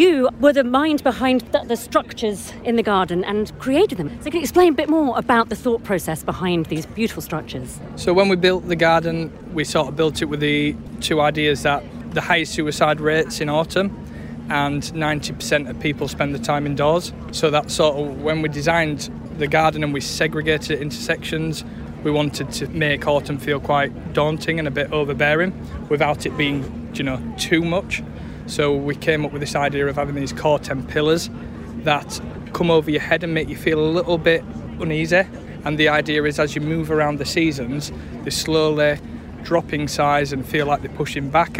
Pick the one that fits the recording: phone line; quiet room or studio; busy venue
busy venue